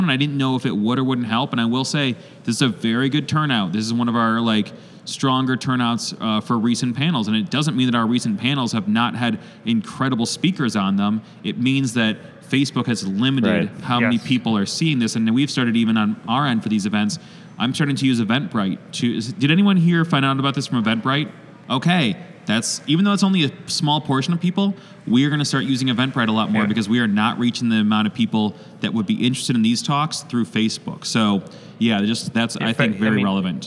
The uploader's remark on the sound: At a panel recorded at Chicago Athletic Association Hotel